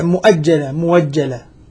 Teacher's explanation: وبعد الضم يسمع واوا مبدلة من الهمزة